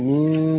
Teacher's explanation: نون ساكنة مخفاة عند التاء المفتوحة بغنة حركتين